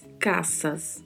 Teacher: A letra A é bem aberta e pronunciamos S com som de S mesmo, então falamos caças.